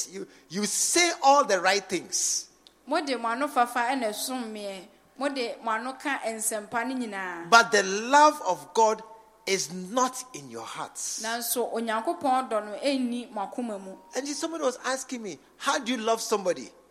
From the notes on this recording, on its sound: Preached at the True Vine Cathedral, Bantama